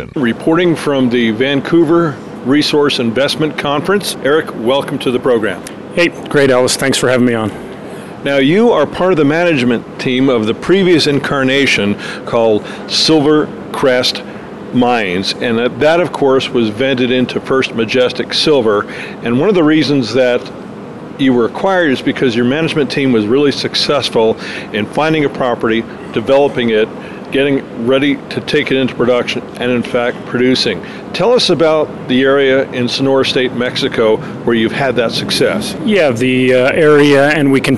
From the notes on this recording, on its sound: visits friends and sponsors at the Vancouver Resource Investment Conference